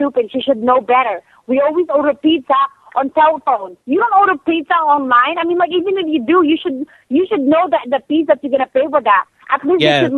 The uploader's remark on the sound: Prank Phone Calls Collection.